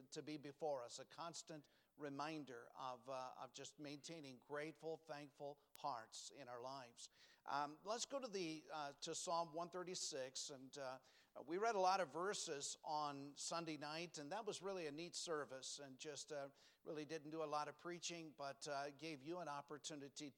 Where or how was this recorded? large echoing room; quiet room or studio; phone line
large echoing room